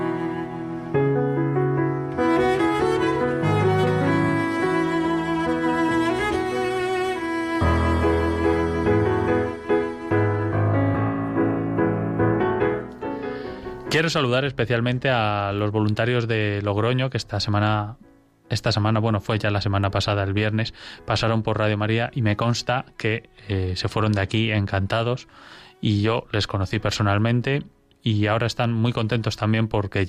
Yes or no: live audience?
no